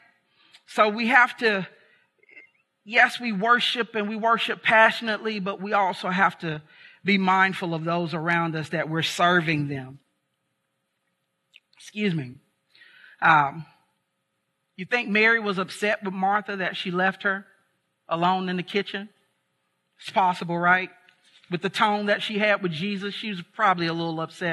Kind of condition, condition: setting, large echoing room